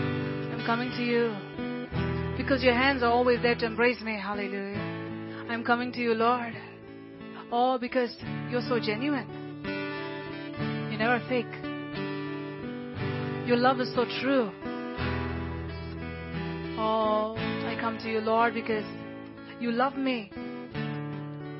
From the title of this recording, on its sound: Sunday Service Recording (Livestreaming - 04.19.2020)